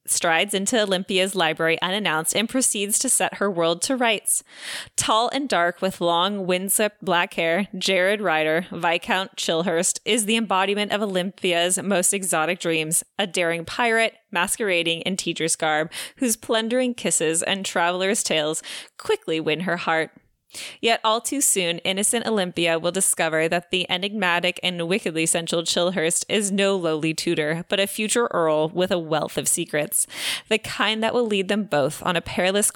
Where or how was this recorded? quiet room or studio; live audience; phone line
quiet room or studio